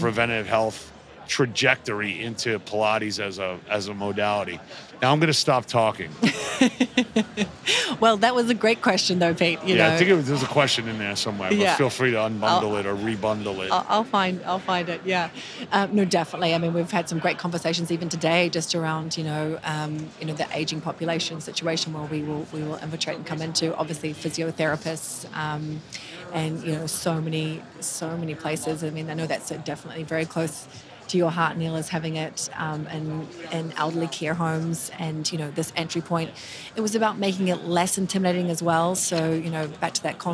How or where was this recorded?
busy venue